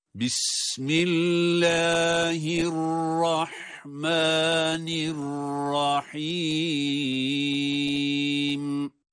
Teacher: Bismillahirrahmanirrahim derken lafzayı celal, yani Allah lafzındaki o lamın meddi de Errahman kelimesindeki mim harfinin meddi de uzatılması da birbirine eşit olmalıdır.